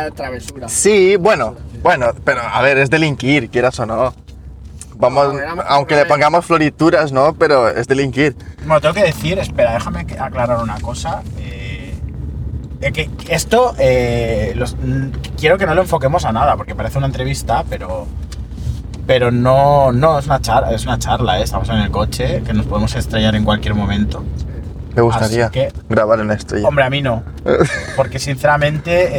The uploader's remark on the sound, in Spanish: grabado en el coche mientras íbamos a alguna parte